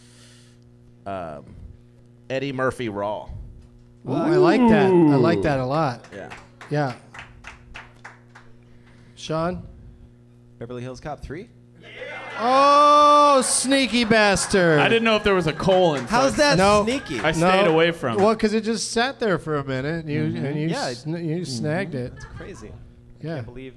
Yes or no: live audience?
yes